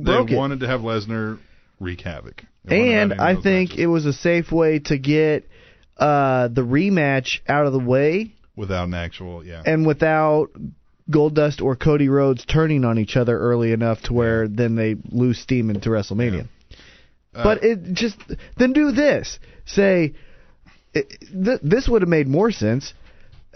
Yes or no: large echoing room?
no